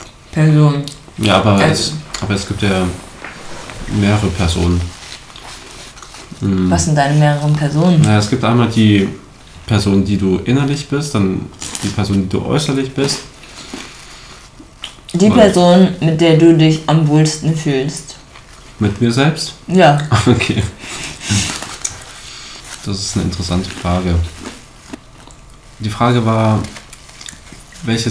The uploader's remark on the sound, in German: Die Audio ist etwas übersteuert